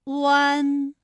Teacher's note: 下弯的发音要领。双唇呢要先搓圆，舌头后缩，舌位由后高元音呜向前低元音啊抬起，贴近上齿龈处。双唇同时有一个从合变开再变略展的动作，发出前鼻尾复合音读作弯